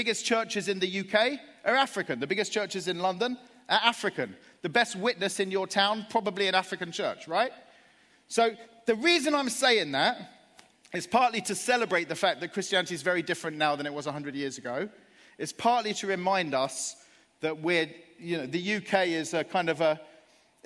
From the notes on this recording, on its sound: Live at Project 23.